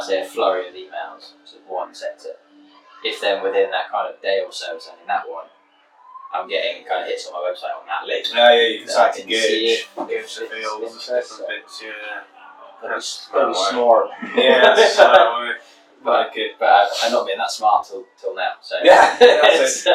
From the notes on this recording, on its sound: Less than ideal audio. Sit down with a few beers.